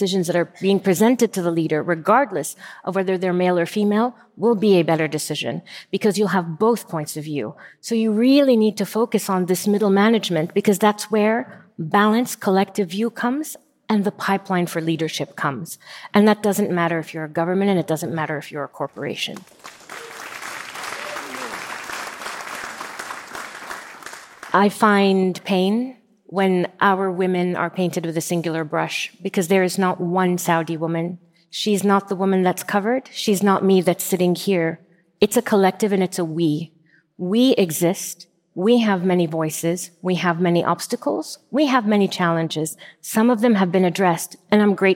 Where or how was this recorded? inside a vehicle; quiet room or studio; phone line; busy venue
busy venue